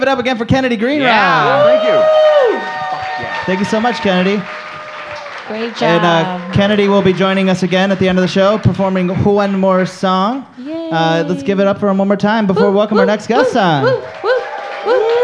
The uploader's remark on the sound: LIVE at The Planet Ant Podcasts Launch Party. To celebrate, we went live at Ant Hall!